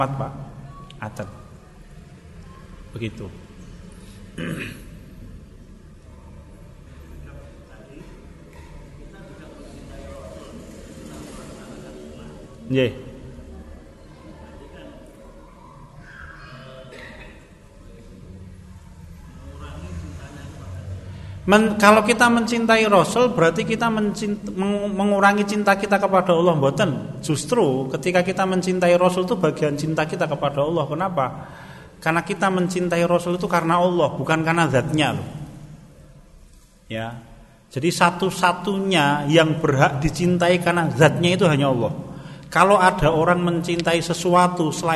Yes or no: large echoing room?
yes